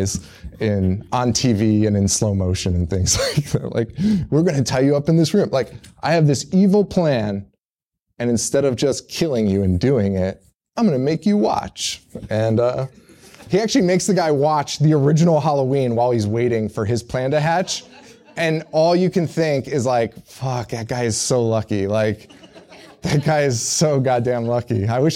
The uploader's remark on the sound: You get to listen to the Live show from the Salem Horror Fest.